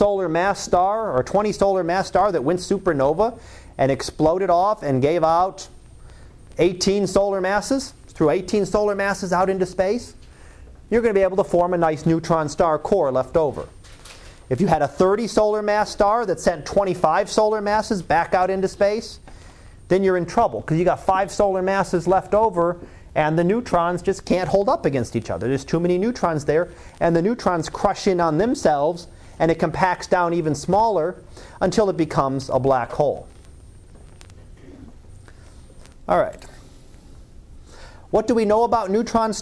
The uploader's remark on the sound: Live Class Lecture 2014 Oct 31